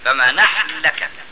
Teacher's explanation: يبقى لو يستثنى بقى من امتناع إدغام النون عند وجود الساكن قبلها يستثنى كلمة نحن زي فما نحن لك بمؤمنين. فهنا يجوز إدغام النون نون نحن في اللام التي بعدها